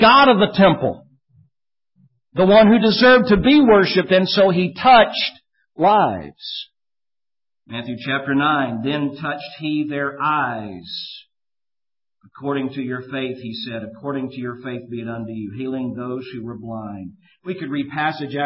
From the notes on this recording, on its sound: Preached at Maranatha Bible Church on September 29, 2013.